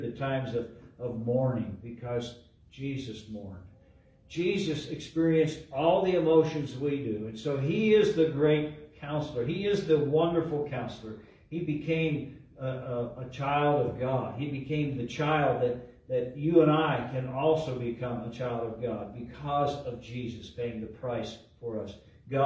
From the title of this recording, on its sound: LIVE from Calvary